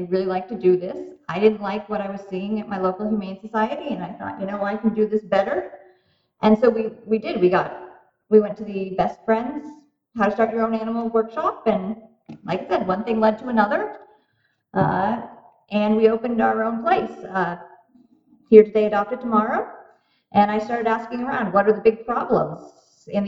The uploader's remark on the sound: Please excuse the sound quality of this interview.